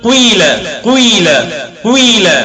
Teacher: جزء الضم يكون سابقا لجزء الكسر، وجزء الضم يكون أقل من الكسر · Term: إشمام الخلط